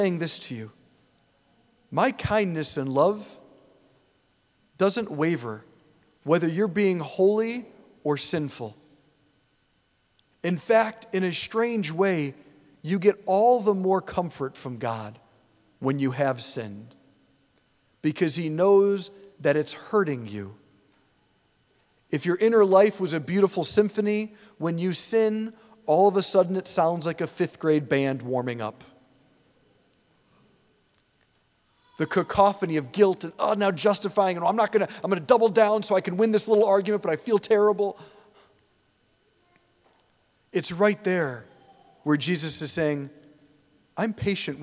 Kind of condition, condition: setting, large echoing room